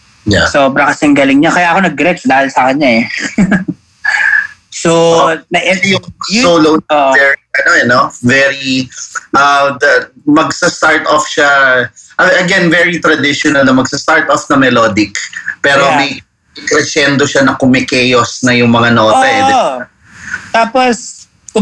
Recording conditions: video call